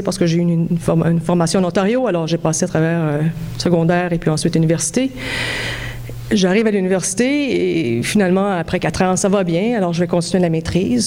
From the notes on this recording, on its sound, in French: Conférence 801 du colloque 2017 de l'AQPC, à Montréal.